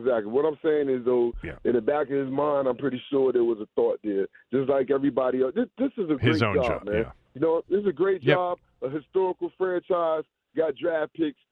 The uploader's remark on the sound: opens the phone lines to take calls from listeners